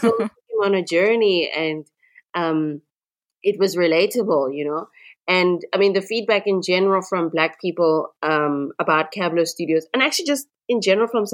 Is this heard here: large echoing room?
no